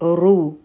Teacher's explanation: را به غټه وایو او دوه حرکه به یې راکاږو، ځکه چې دا مدی طبعي دی، د دمه نفس په واو باندې سکون دی او الف په کې نه ویلی کېږي.